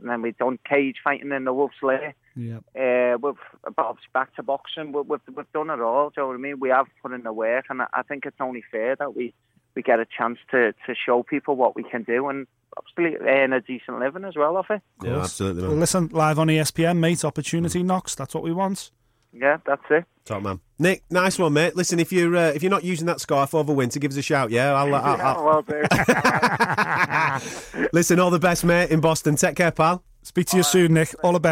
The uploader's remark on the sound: Is on the phone.